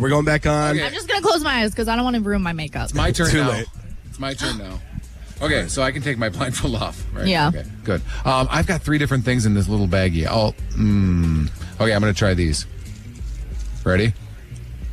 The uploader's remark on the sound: LIVE from Give Big Green Bay at JTV!